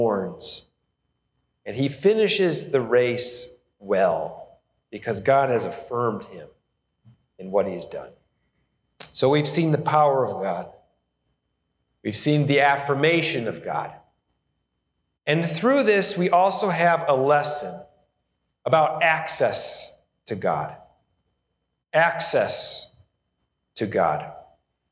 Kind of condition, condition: setting, large echoing room